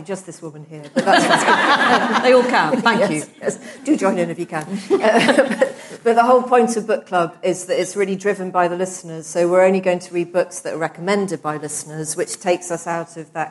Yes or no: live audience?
yes